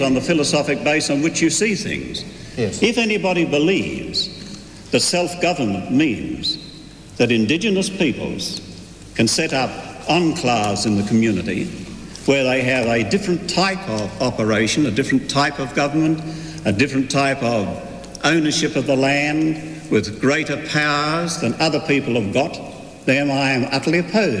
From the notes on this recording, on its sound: speaking at UQ's Abel Smith Lecture Theatre on ABC's Monday Conference